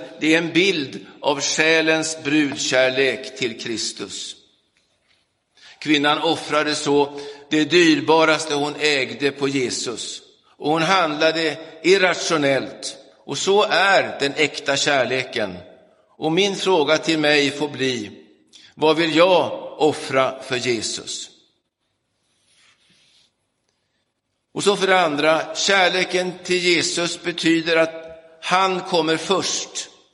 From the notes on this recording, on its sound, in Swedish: Inspelad i Roseniuskyrkan den 5 mars 2023.